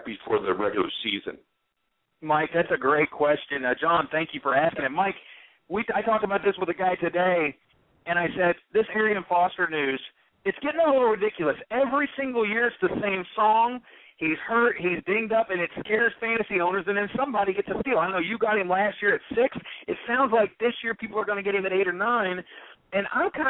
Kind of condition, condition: link, phone line